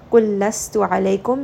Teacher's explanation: seen is going to have safir, so give it a little bit of whistle. Lastu alaykum, ayn is going to be from the middle of the throat.